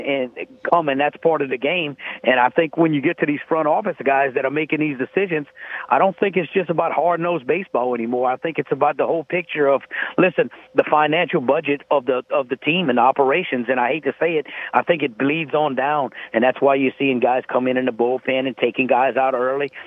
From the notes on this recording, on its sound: we go to the phone lines